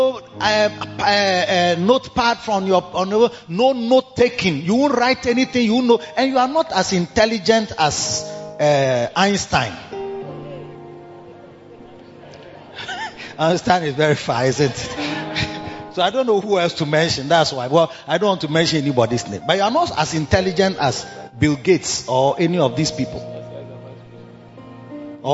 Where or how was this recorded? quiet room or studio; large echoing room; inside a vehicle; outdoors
large echoing room